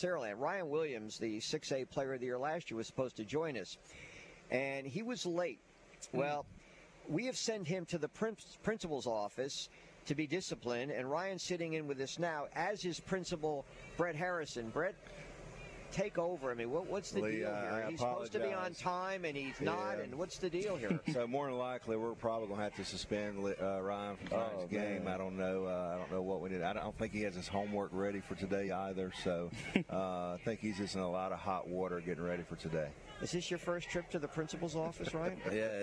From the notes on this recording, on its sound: LIVE from the campus of Saraland!